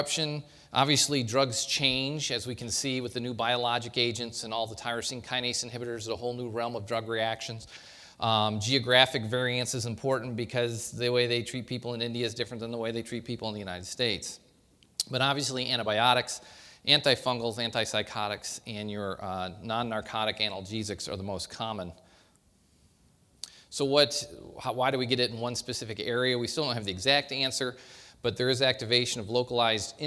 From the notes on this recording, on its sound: Recorded at the 2013 SDPA Summer Conference in St.